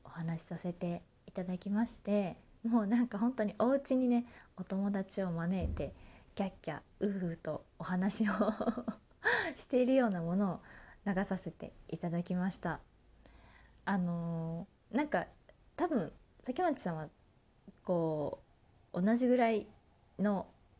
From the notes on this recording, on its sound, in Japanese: From Radiotalk。自宅でスマホによる収録のため様々な騒音が収録されています、ご了承ください。キッチンのすみっこで。